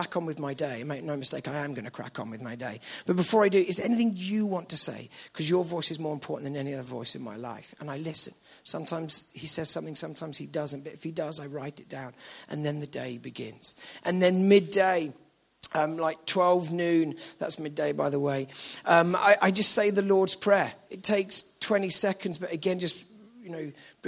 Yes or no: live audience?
yes